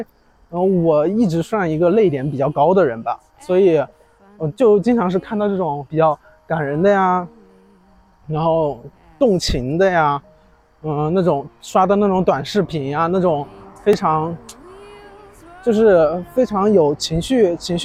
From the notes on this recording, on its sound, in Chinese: 来到一个新的环境，边走边录，也希望在这个夏天的尾巴，在虫鸣声中